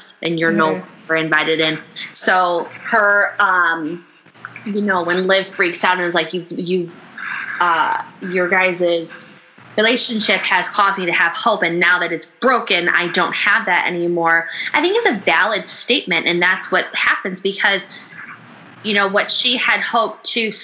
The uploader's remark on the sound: Please excuse any background noise; the noise was a fan b/c it was 95 degrees in Chicago that day.